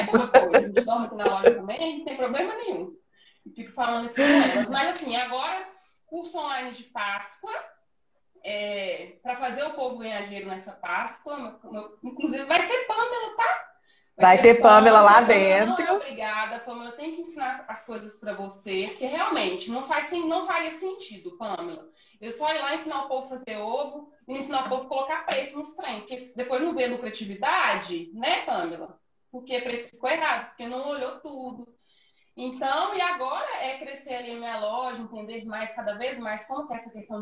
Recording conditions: phone or laptop microphone